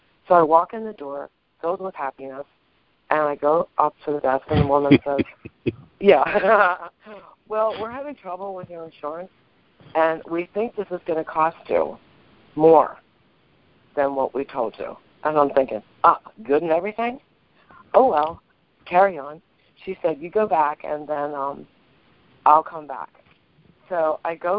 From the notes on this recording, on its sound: ACIM Saturday “Practical Application” Conference Call. On this call, the participants share the shifts in perception they have.